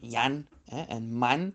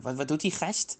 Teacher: in het Amsterdams wordt de A namelijk wel eens een beetje als een E uitgesproken